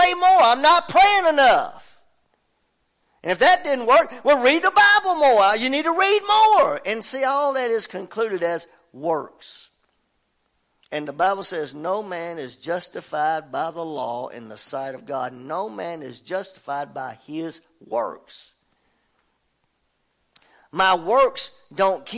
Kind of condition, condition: setting, large echoing room